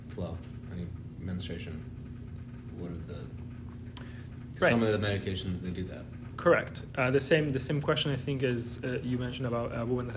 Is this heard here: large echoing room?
yes